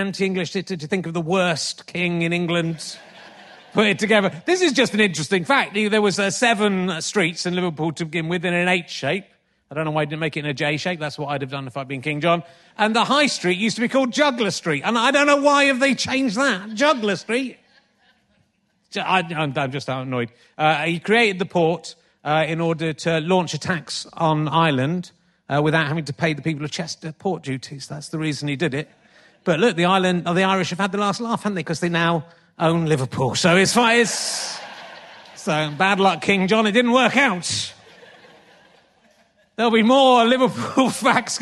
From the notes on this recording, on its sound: in an unseasonably sweltering Liverpool, at the Playhouse